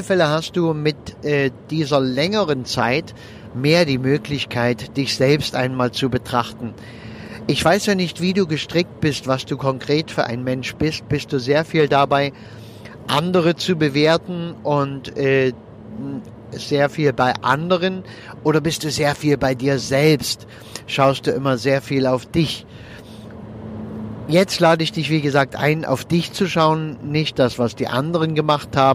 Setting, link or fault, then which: setting, inside a vehicle